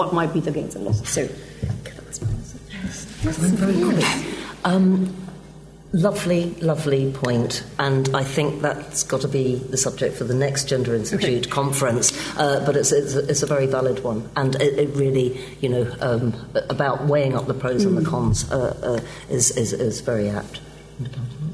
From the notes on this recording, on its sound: Gender Institute 20th Anniversary Conference keynote